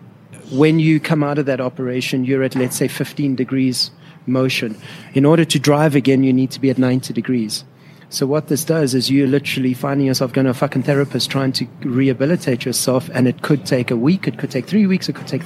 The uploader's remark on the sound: live inside one of their most recent design projects - the “Saint” restaurant in Sandton JHB